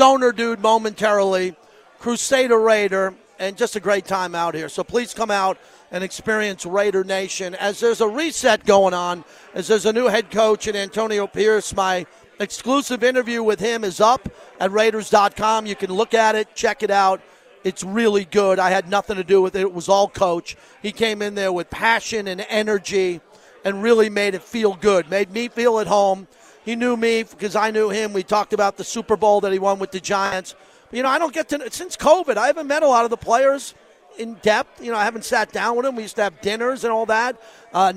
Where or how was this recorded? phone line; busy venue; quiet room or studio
busy venue